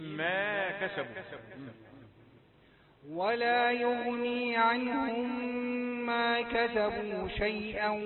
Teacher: ميم دخلت في ميم بعدها أدغمت فيها إدغام ميم في الميم